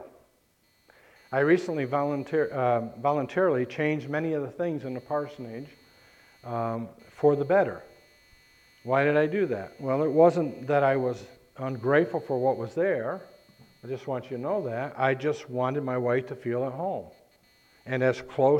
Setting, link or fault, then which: setting, large echoing room